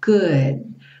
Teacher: Cuidado para não falar good, porque a gente não tem uma vogal depois desse D · Term: consoante oclusiva